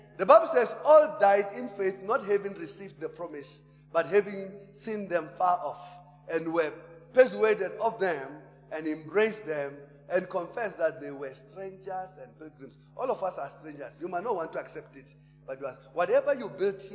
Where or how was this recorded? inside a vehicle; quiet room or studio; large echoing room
large echoing room